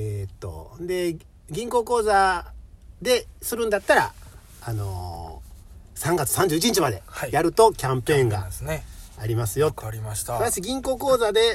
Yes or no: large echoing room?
no